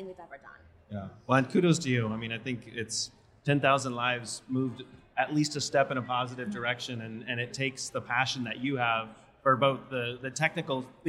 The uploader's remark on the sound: Live from A4M World Congress in Las Vegas